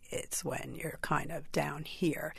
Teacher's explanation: Typically, it occurs at the end of a sentence when you're finishing what you're saying and you drop down into this croaky frog-like sound. · Term: glottal fry